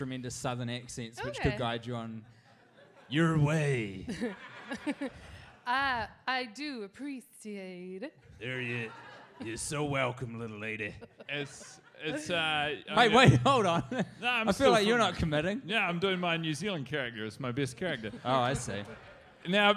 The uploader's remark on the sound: NYC Live